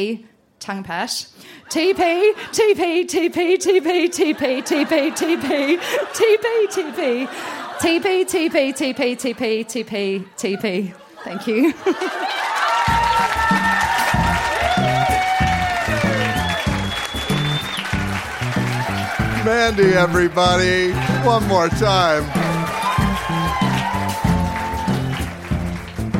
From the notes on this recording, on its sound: Recorded live at the Woodford Folk Festival.